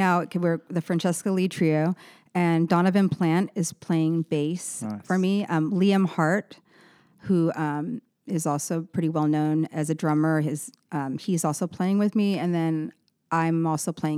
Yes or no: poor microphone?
no